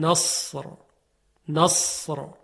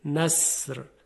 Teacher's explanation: حرف صاد اگر دقت کنید مثل سین تلفظ میشه، یعنی مخرجش یکیه با سین، جز این که صدای صاد درشت ادا میشه اما صدای سین ظریفه